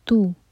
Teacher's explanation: تا پر جو ہے دمہ کی تنوین ہے تو ہمارے ہوٹ گول ہونے چاہیے اس کو پڑھنے کے لیے